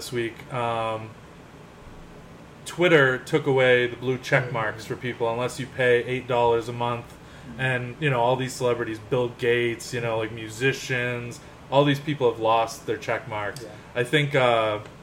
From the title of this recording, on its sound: Live from the Bar